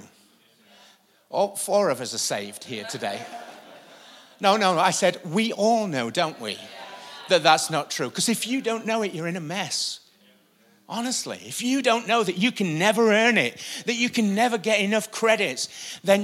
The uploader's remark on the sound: Recorded live at the Chesterfield Campus this is the message from the morning service on the 23rd February 20.